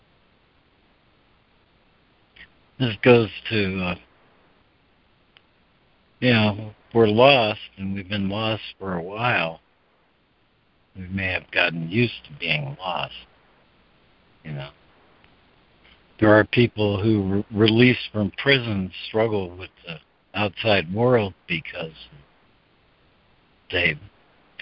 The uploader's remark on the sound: ACIM Daily Conference Call